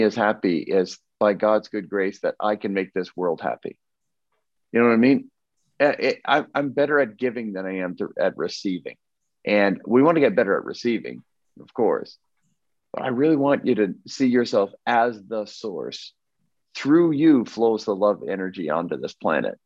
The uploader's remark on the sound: Zoom Call